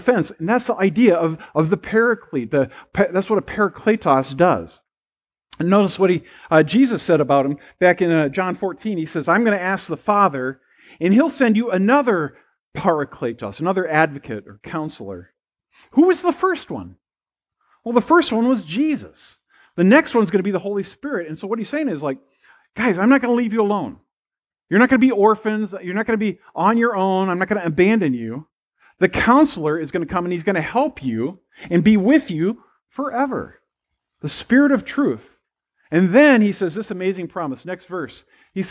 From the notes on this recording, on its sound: at First Presbyterian Pine City on Sunday, August 14, 2022.